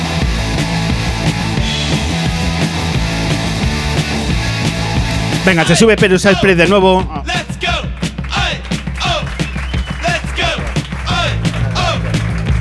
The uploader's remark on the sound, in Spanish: grabando sobre el escenario de la Sala Vesta de Madrid